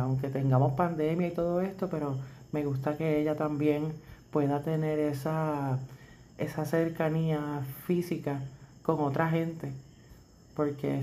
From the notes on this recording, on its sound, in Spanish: Disculpen el audio, tiene un poco de ruido de mi perrito.